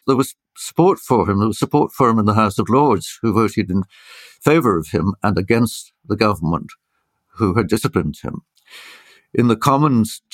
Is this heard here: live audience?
no